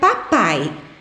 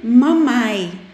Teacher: o pã é um som que realizamos fechando os lábios e bloqueando totalmente a corrente do ar para depois sair em forma de uma explosão · Shown in: first take · Como a fissura está aberta, o ar e a energia acústica acabam escapando pelo nariz e sai fraquinho, sai mamai.